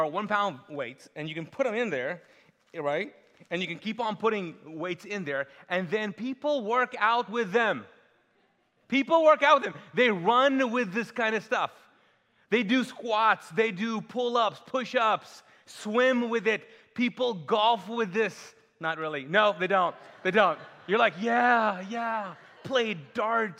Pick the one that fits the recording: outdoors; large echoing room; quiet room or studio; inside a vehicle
large echoing room